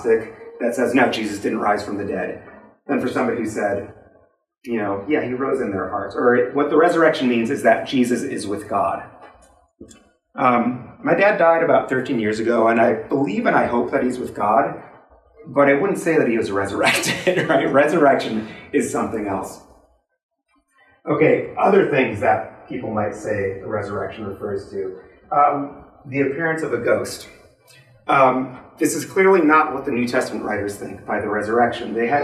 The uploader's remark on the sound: This lecture was given on April 15th, 2023 at the University of Rochester